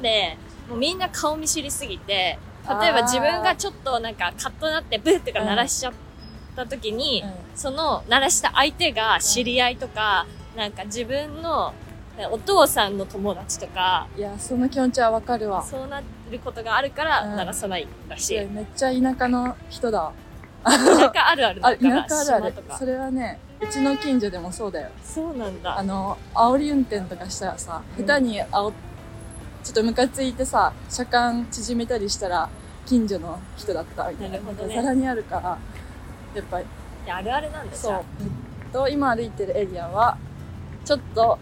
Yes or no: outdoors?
yes